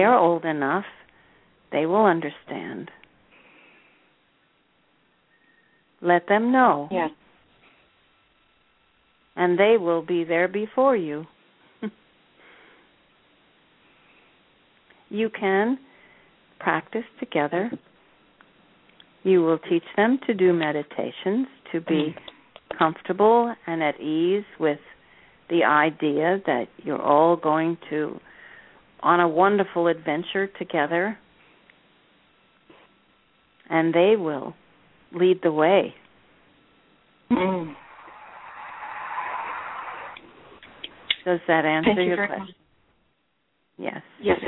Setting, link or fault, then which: link, phone line